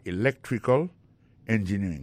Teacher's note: accent tombé dans electrical, là, c'est sur deuxième syllabe là.